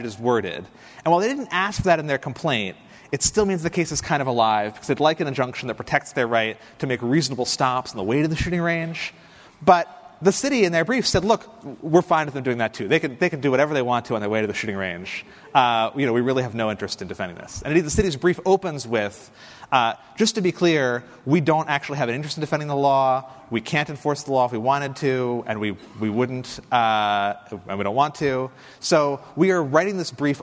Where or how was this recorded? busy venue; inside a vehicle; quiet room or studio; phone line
busy venue